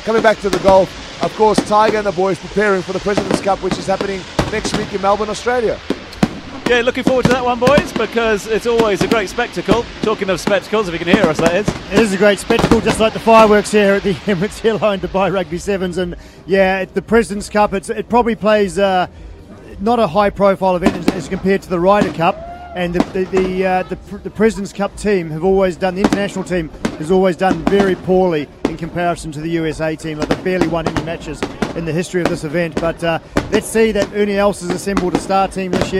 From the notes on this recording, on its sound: The Grill Live at Rugby 7s. Great crowds, a party atmosphere.